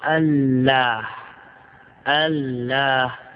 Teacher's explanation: إذا قيل بأل الإله تقول الإله حذفت الهمزة تخفيفا، حذفت الهمزة تخفيفا، ثم التقى ساكنان، التقى اللام الأولى ساكنة واللام الثانية متحركة، الإله الإله اللام الأولى ساكنة إله اللام الثانية متحركة، إذا أسقط الهمزة الله، إذن اجتمع مثلان وفيهما ثقل ووجد موجب الإدغام وهو كون الأول ساكن والثاني متحرك، فأدغم الأول في الثاني